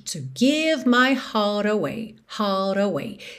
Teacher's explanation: na junção de heart com away, ele juntou com rarara, que é uma característica tipicamente mais americana na fala